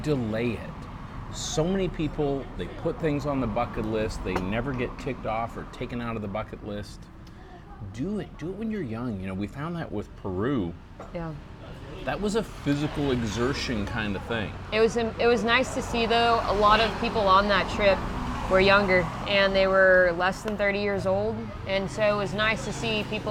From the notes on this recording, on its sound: Are at a local restaurant in Chiang Mai, Thailand. Enjoy the local street sounds.